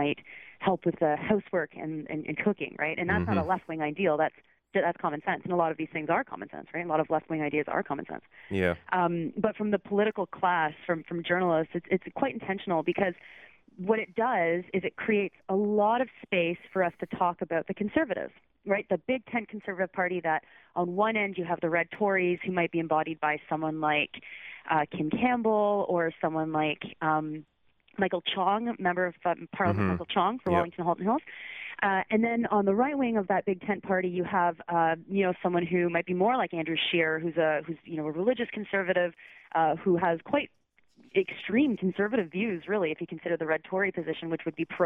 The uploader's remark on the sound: I take calls